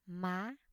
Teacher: High rising tone or thanh sắc